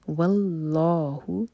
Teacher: اللہ تعالیٰ کے نام میں جو لام ہے اس کو منہ بھر کر پڑھا جائے گا ہیوی واللہ ولیہما یا پشدہ ہے تو یا کو اسٹرانگ پڑھیں گے